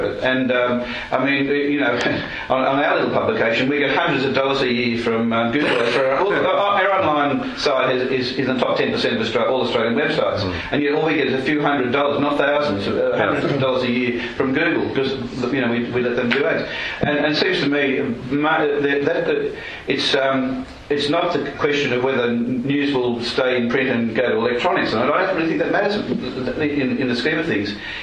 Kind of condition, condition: setting, live audience